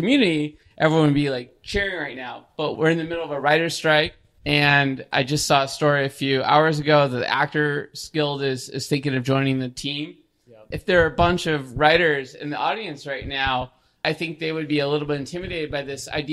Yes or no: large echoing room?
no